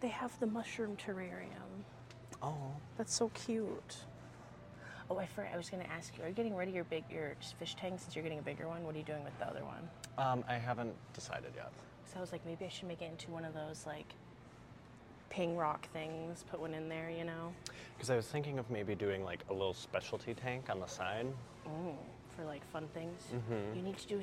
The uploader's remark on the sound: Recorded live and on-location at four different big box stores. We peruse the isles and try to not let the employees onto us recording in their stores.